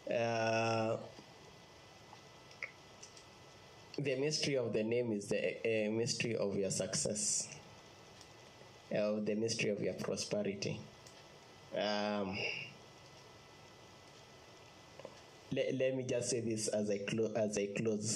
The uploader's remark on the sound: Preached on 2nd August 2020 at Infinite Fellowship Ministries